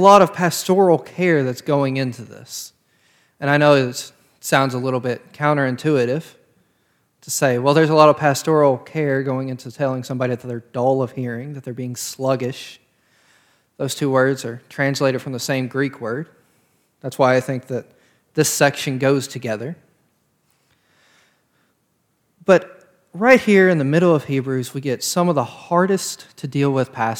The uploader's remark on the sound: This sermon was preached on February 13th of 2022 at Parkwood Baptist Church.